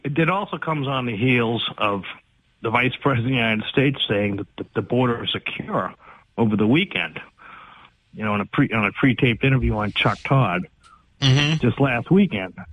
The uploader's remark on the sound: takes calls from the audience